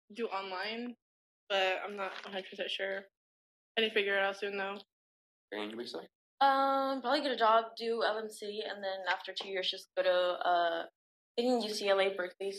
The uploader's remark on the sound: Please excuse bad audio quality im still working on it.